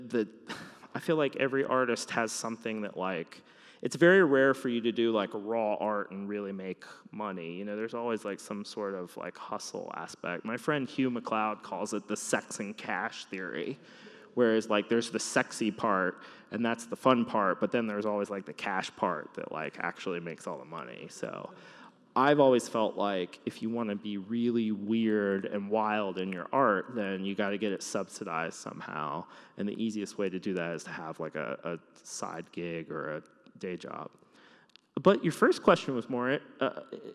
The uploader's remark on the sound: Came out to Seattle and we chatted in front of a live audience! Some great questions, a few good laughs, and it all takes place in a huge church!